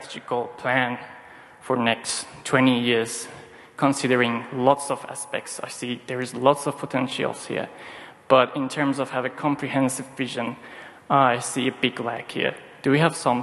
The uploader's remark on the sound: Recorded at the Moon Village Association conference, Deakin Edge, Federation Square in 2019